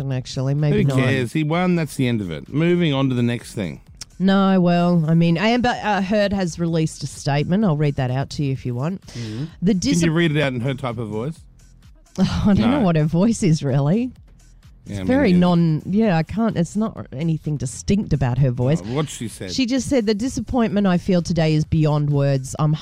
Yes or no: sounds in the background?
no